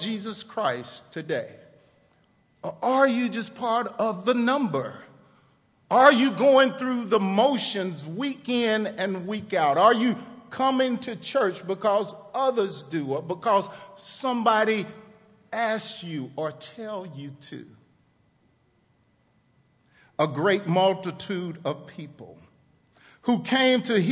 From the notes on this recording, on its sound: TR campus. Recorded live on 11/18/18 at The Fellowship at Two Rivers.